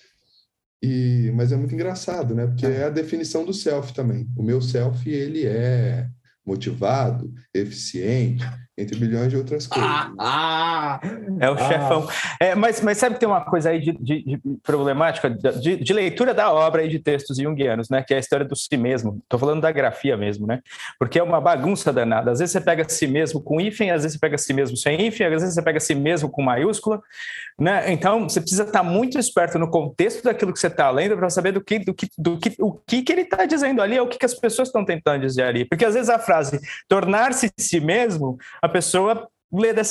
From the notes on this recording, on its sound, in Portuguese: LIVE.